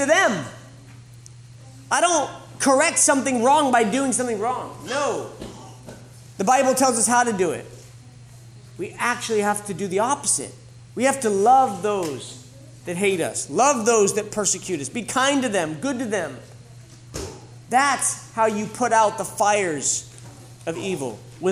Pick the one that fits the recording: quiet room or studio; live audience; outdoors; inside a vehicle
live audience